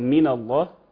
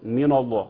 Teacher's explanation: من الله يعني عندنا عندنا عندنا النون ملهاش علاقه باللام خالص اللام مغلظه لكن النون ملهاش علاقه خالص النون مرققه زي ما هي لا تتغير · Shown in: first take